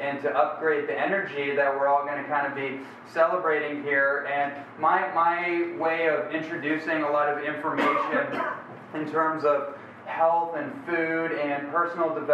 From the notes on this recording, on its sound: This is a special never before heard recording from a dynamic lecture. In Tuscon, Arizona during a book tour in 2014.